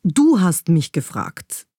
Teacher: Wenn wir nämlich jetzt das Du betonen und herausstreichen, dann klingt das schon mal ganz anders und klingt nach dem Motto, du hast mich gefragt.